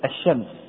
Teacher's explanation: واللام الشمسية هي التي تدغم أو لا تظهر في نحو كلمة الشمس. فالشمس هذه اللام تظهر كتابة فقط، أما لفظا أما نطقا فهي تدغم أي لا تظهر، وهذا معلوم.